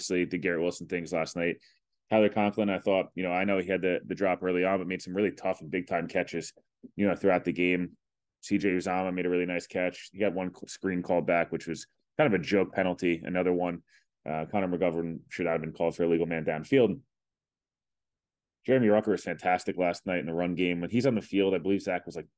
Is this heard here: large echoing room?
no